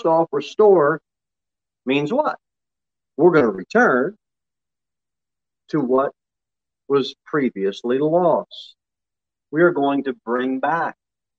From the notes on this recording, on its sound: Sermon delivered at Pilgrim Baptist Church on Sunday, July 11, 2021, at 6:15 pm. Jere Whitson Rd.